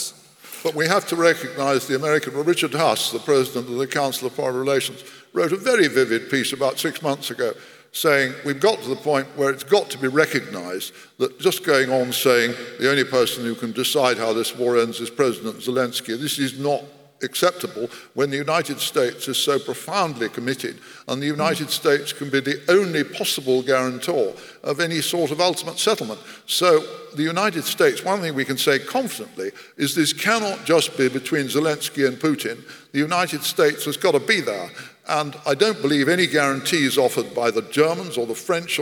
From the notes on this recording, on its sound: This episode is part two of our live event. This conversation is part of Intelligence Squared’s live debate partnership with the Southbank Centre.